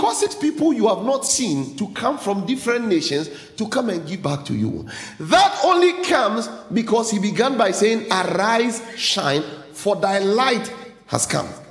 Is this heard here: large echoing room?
yes